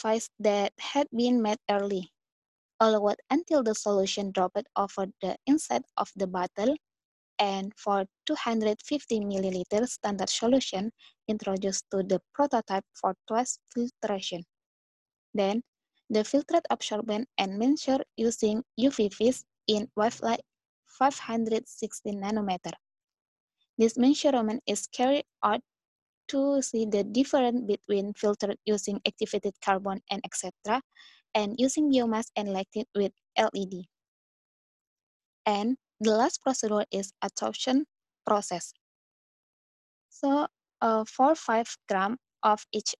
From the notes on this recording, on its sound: zoom meeting